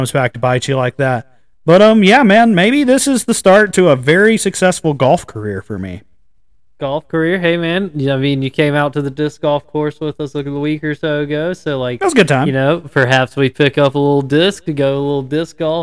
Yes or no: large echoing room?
no